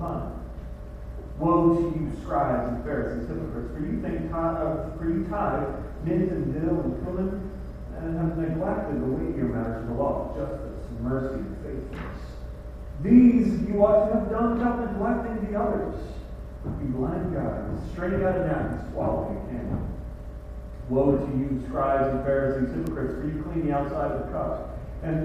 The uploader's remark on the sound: The first half of this sermon suffers from technical difficulties. However, the fuzz in the begining is worth it.